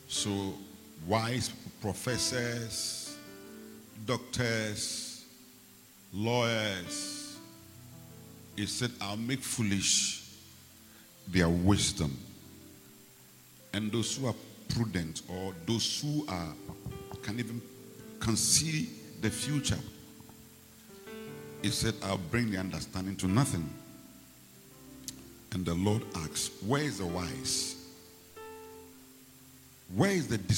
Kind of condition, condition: setting, large echoing room